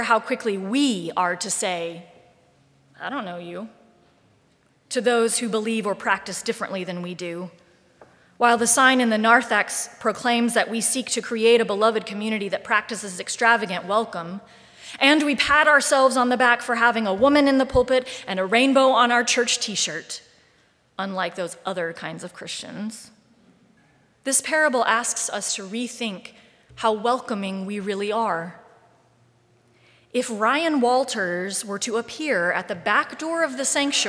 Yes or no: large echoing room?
yes